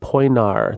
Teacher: The I at the end is silent.